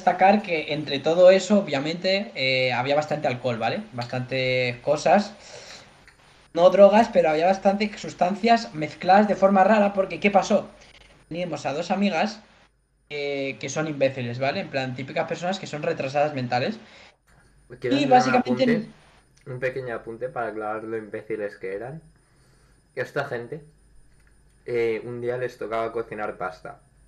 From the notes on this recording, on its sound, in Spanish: En este episodio sufrimos problemas de audio